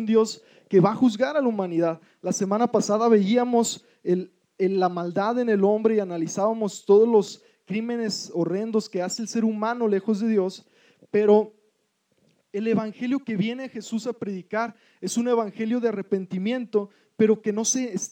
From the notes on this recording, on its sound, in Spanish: Predicación grabada en nuestra reunión general